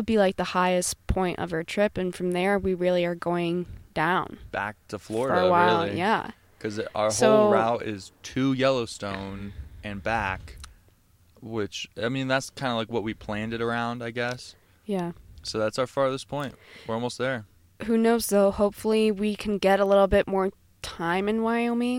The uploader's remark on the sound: We record this outside of new Belgium brewing in Fort Collins right before we made the drive to Rock Springs, Wyoming.